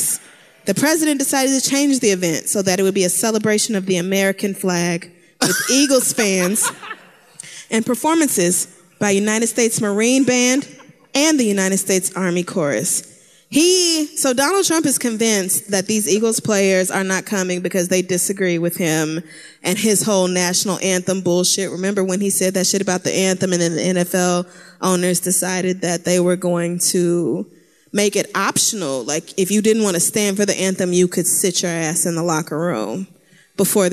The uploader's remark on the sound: Live in Oakland